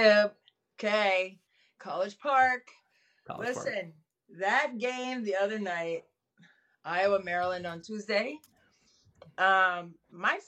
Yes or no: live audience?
no